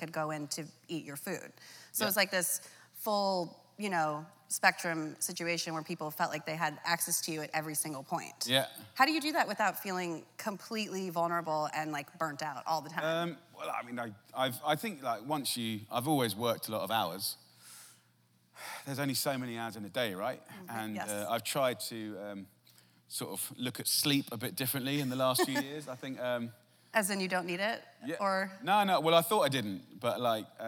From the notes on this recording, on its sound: recorded on January 8, 2019 in front of a live audience at New York's 92nd Street Y